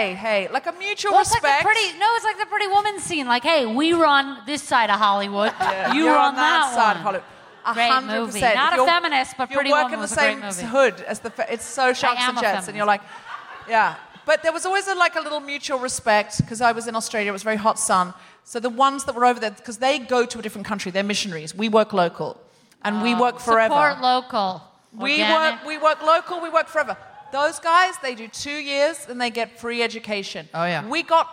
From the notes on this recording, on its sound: Recorded 20 January 2020 at The Neptune Theater in Seattle.